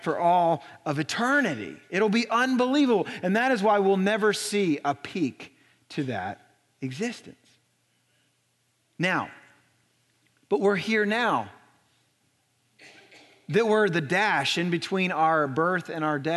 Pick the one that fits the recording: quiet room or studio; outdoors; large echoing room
large echoing room